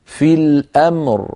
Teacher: فننتقل من ميم ساكنة إلى راء ساكنة بهدوء ورشاقة من غير تكلف